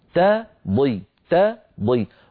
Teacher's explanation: تضل لابد من ترقيق التاء وتفخيم الضاد